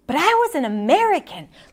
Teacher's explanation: All of a sudden there's a lot of air, right? It's a little breathy or raspy even.